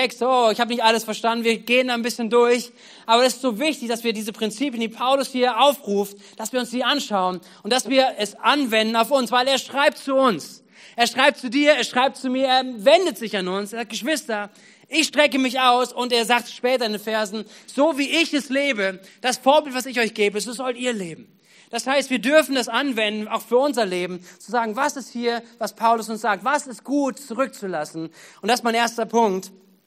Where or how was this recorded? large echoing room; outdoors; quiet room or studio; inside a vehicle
large echoing room